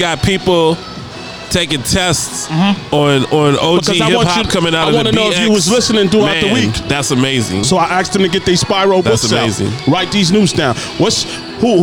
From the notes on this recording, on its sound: Live from Dave & Buster's